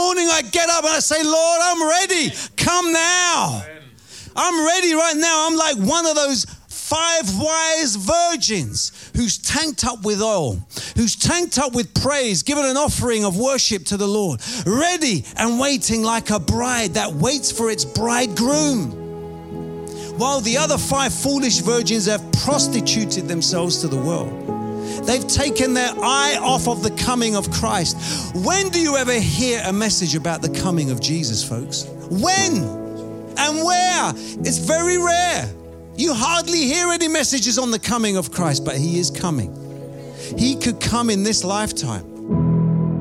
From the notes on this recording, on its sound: Preaching at Oasis Church, Watford, England